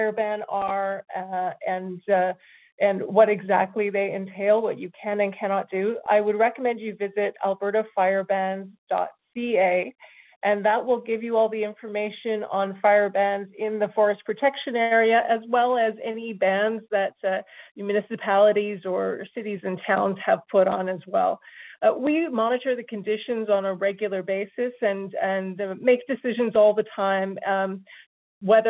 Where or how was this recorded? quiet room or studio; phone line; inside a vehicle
phone line